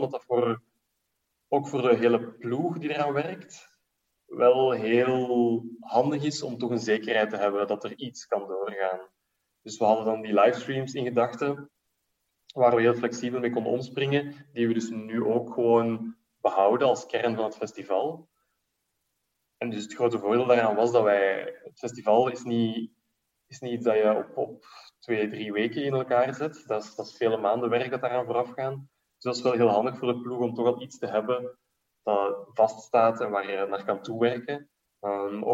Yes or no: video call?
yes